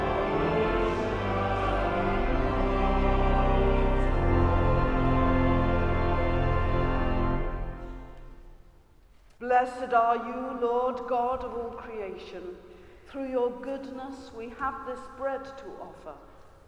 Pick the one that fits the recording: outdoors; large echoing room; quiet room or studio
large echoing room